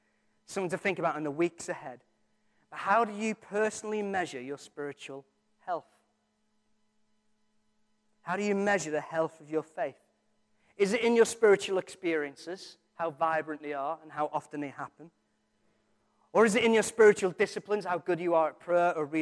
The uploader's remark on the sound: Recorded from our Sunday morning service